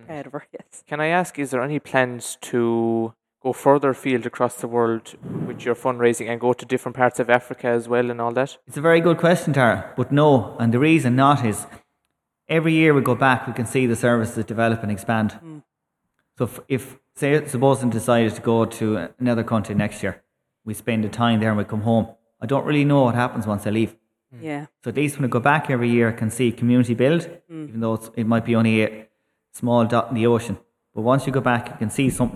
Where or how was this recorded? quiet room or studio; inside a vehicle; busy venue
busy venue